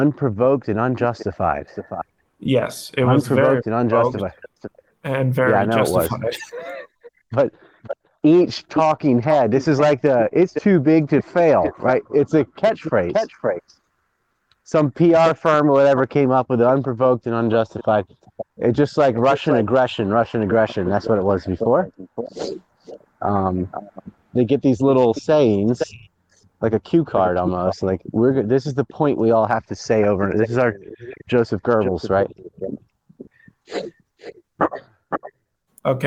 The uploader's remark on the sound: This was an extra show just shooting the shit in a walk and talk.